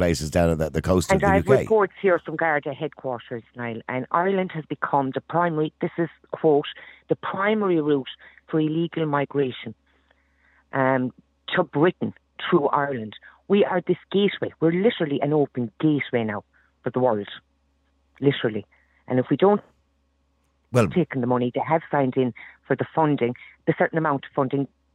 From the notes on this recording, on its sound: Opens the phone lines to invite callers. The debate among the callers becomes heated at times.